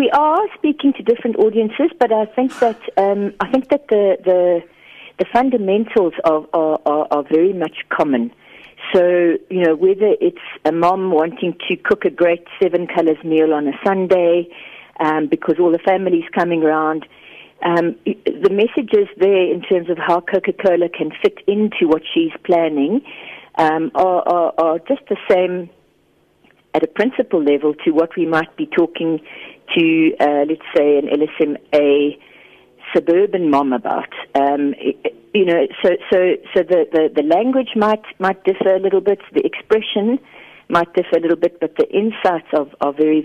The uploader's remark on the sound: GUEST (Phone)